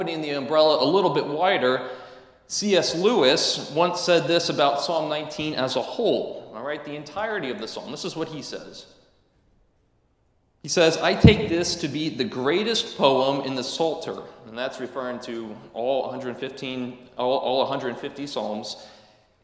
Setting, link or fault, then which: setting, large echoing room